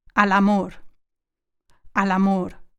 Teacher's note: Al ends in a consonant and amor starts with a vowel. Al amor. There's no gap between them.